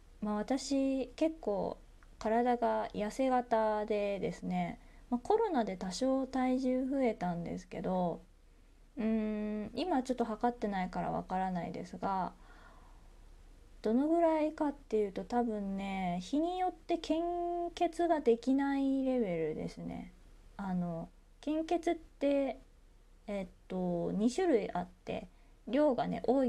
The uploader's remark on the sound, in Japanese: 自宅でスマホによる収録のため様々な騒音が収録されています、ご了承ください。キッチンのすみっこで。